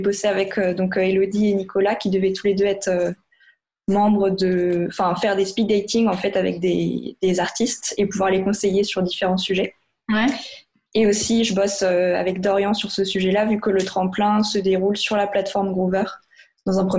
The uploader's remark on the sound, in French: Enregistré à distance